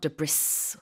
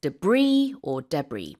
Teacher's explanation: But you don't pronounce the S. · Shown in: second take · Nope. So it's not debris.